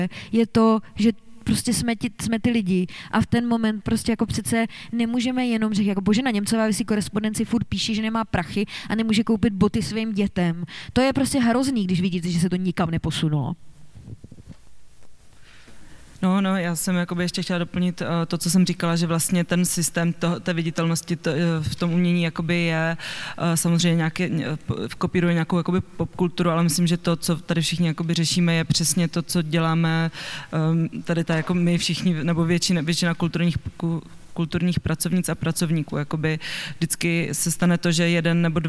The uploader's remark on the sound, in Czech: Tento díl podcastu Kolaps se nahrával živě na festivalu audiovizuálního umění a alternativní elektronické hudby Lunchmeat v korzu Národní Galerie v Praze. Pro podcast byla Národní galerie ideální kulisou.